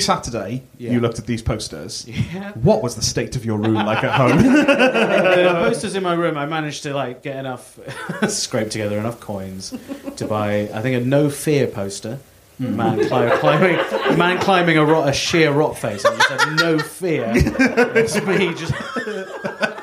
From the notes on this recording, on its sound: Our very first live edition of the podcast - recorded at the 2022 Machynlleth Comedy Festival. In front of an audience.